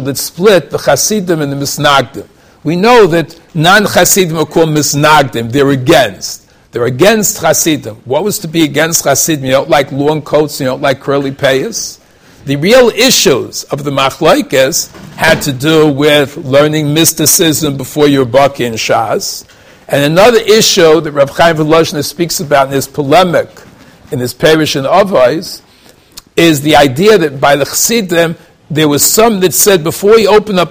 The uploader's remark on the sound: Shiur recorded in Yeshivas Ohr Reuven, Monsey, NY.